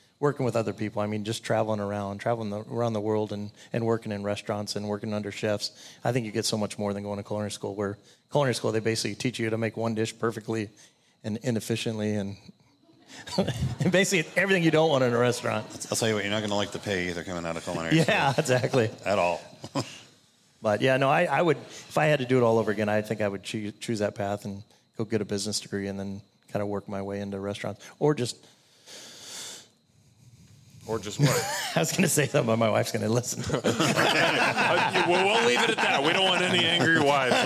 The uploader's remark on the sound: LIVE BBQ Bash